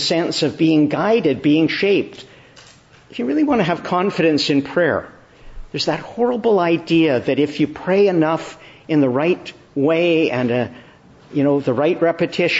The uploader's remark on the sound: Morning Service. Preached in the Church of the Annunciation, Ottawa.